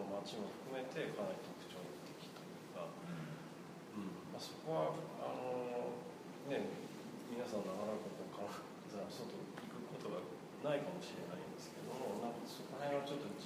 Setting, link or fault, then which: setting, live audience